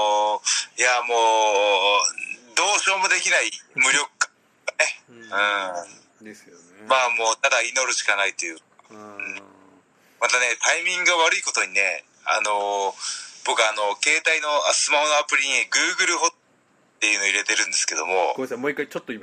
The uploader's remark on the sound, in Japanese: テレワークで収録やってみた